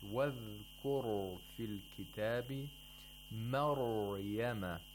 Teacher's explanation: you have to hold the Ra a little bit without any qalqala. And to pronounce it with tafkhim. · Term: Ra Sakina